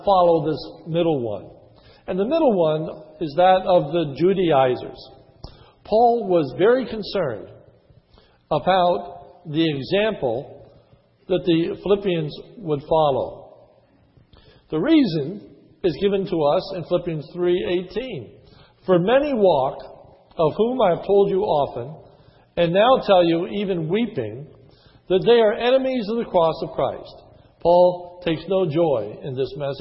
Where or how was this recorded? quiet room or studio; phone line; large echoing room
large echoing room